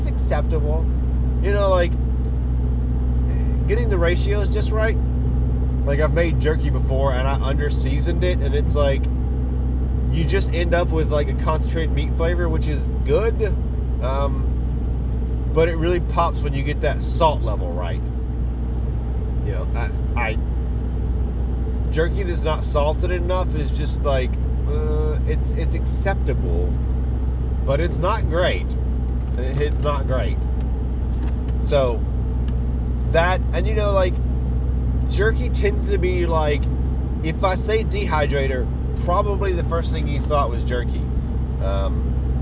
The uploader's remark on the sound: Doing the show in the car I’m having to break it into 2 parts.